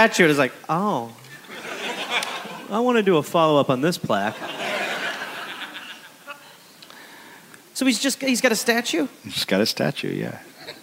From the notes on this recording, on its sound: Recorded live in Amsterdam.